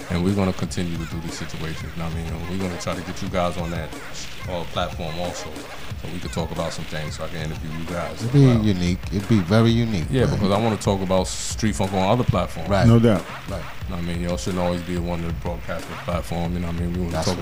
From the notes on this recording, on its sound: We bring it to you live from FAIRLEIGH DICKINSON UNIVERSITY. SHOW getting shout outs in the crowd of party people.